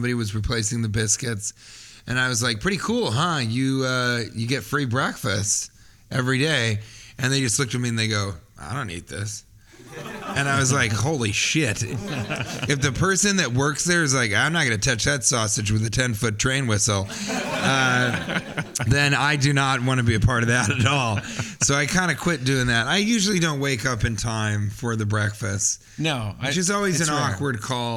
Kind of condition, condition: setting, live audience